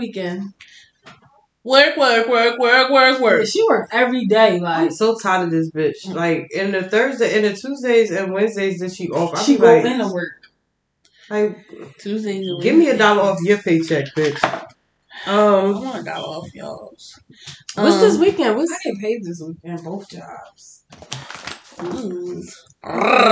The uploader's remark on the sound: sorry about the sounds in the background but we wouldn't be authentic if we didn't have the sounds in the background